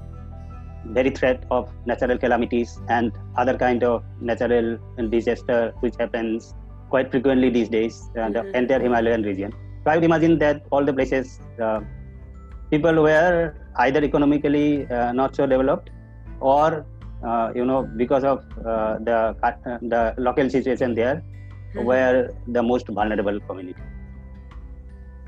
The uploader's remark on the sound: A series of interactive session over zoom.